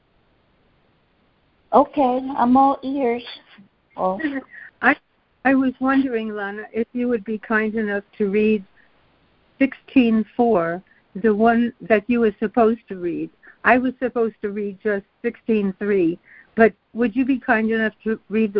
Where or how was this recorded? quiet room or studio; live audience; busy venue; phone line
phone line